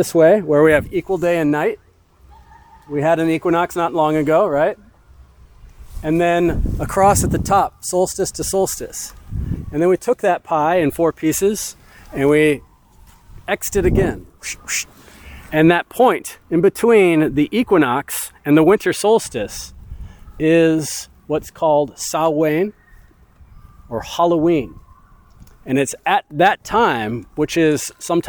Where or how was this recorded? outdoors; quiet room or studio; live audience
outdoors